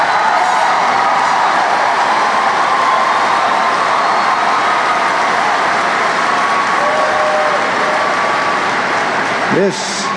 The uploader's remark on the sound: Farewell Address at the Republican National Convention. Format: Original Recording.